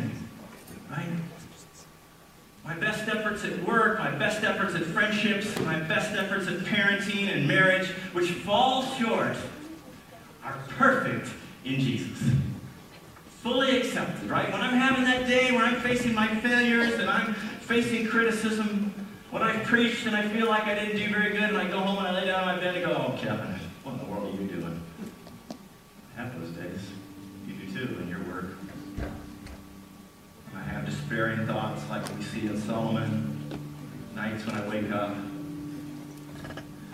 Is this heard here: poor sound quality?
yes